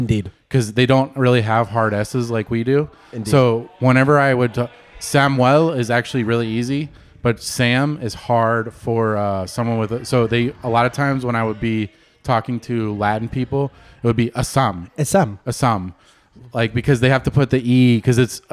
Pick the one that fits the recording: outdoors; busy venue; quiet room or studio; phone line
busy venue